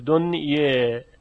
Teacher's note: کلمه الدنیا اگه یادتون باشه در روایت ورش تقلیل می شود، یعنی به جای اینکه الف با فتح گفته شود دنیا، یه مقداری خیلی کمی به طرف یا متمایل میشه دنیه. البته دنیی نمیشه چون اماله تام نداریم در اینجا.